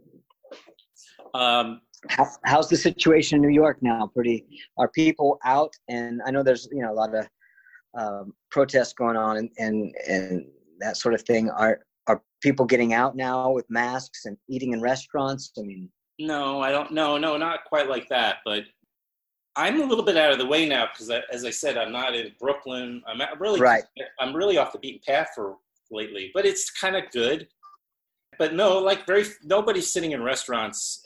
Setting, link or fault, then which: link, video call